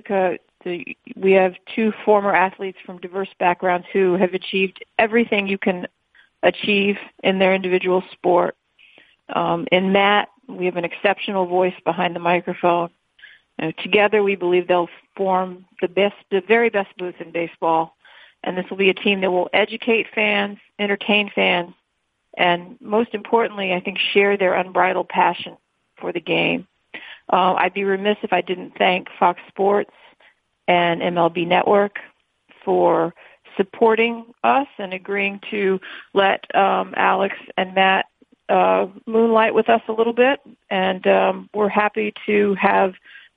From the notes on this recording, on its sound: Sunday Night Baseball Conference Call.